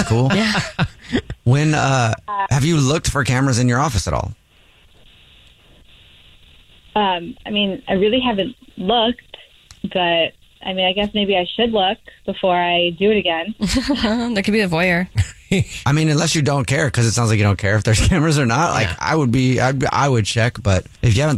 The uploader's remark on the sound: one of your coworkers may be on the phone